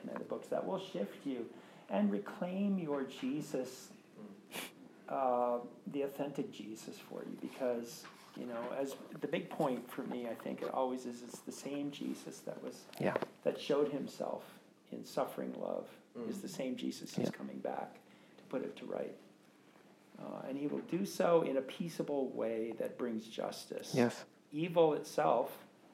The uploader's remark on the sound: This session was recorded on December 7th 2023 at Brentview Baptist Church.